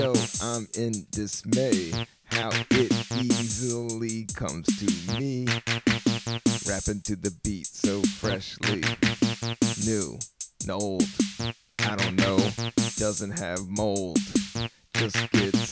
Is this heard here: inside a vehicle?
no